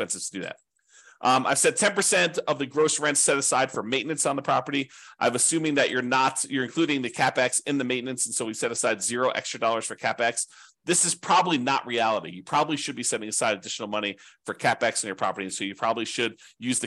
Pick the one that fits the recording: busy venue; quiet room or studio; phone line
quiet room or studio